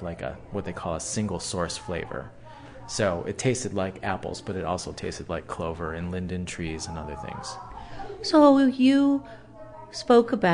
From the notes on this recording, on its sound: Combination live performance, community event and radio broadcast based in the New York's Catskills region.